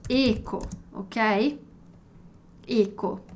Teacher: eco tem esse som fechado